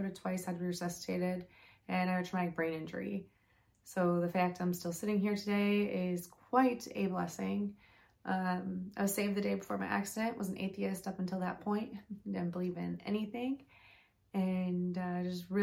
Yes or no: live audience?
no